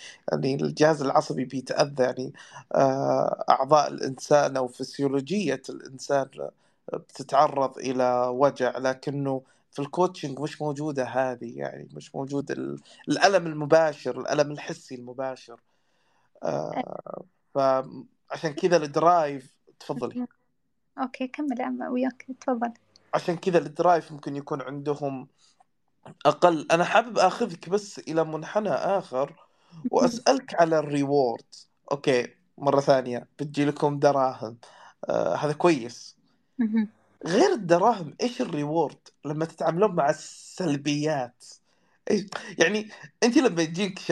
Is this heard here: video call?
yes